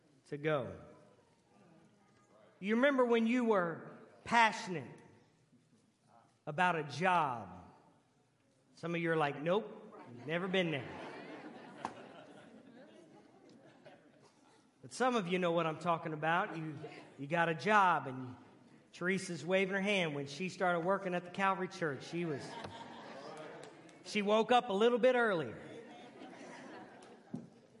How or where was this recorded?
large echoing room